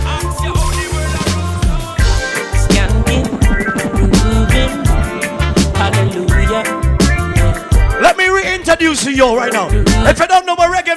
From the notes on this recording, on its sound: PHOENIX LOUNGE FEVER SATURDAYS MARCH 9TH.2019 LIVE AUDIO. VIRGINIA BEACH.